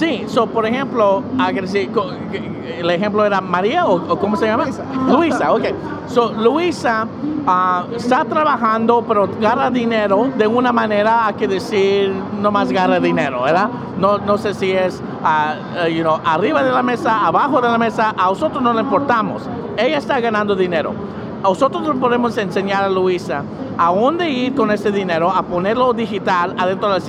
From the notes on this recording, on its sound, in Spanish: en vivo desde talendland 2019